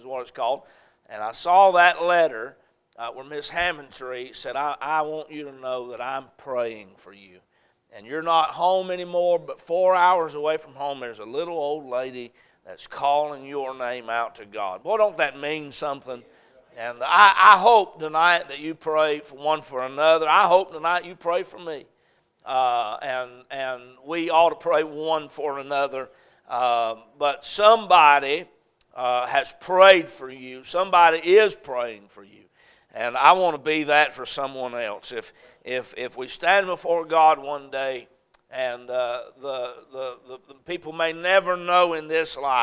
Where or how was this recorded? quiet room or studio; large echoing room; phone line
large echoing room